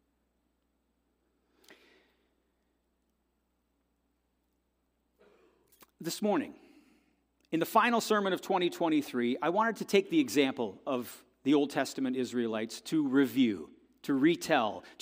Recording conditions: large echoing room